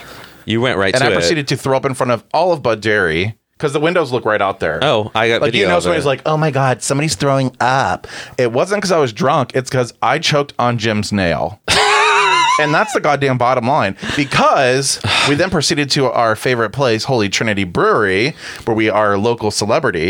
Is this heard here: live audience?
no